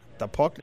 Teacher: His pronunciation of puck is also quite back.